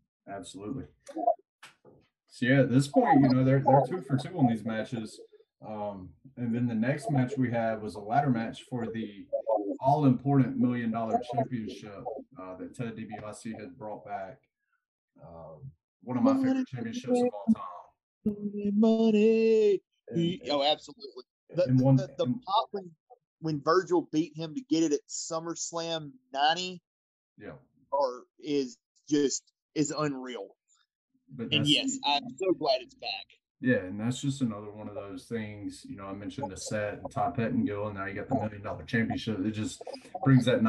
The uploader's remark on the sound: Was fighting audio issues throughout the episode.